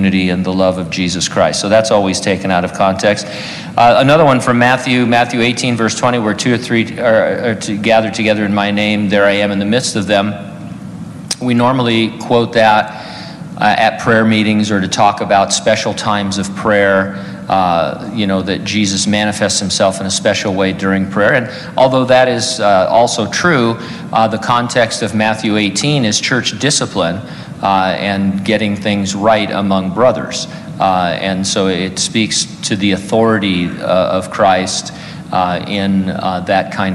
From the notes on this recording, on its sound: During a live Q&A session.